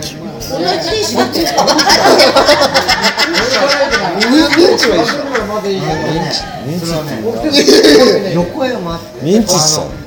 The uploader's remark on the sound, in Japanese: スナック収録。遠別の愉快なセンパイたちとの爆笑トークを隠し録り。